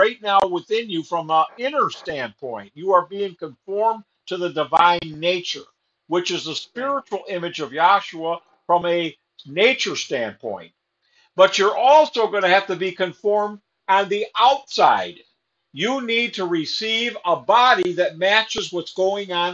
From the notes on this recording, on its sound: Syracuse Zoom Class.